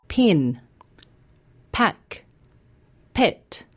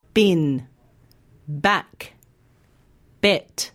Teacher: The p sound is unvoiced. That means you don't use your voice when you say it. · Shown in: first take · You might like to try saying these words with your hand on your throat.